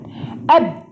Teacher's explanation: الشفه اللي فوق خبطت في ايه؟ في الشفه اللي تحت. · Term: مخرج محقق